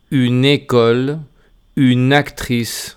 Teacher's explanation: Y si la palabra comienza por vocal o H, entonces la N de une vamos a desprenderla de la U y vamos a pegarla a la palabra que comienza por vocal o H.